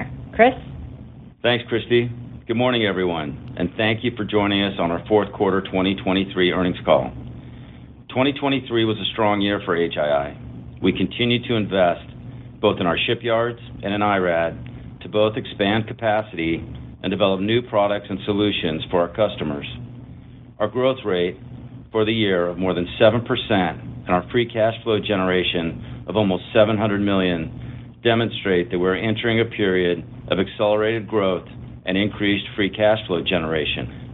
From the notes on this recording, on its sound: Huntington Ingalls's Q4 2023 earnings call, unedited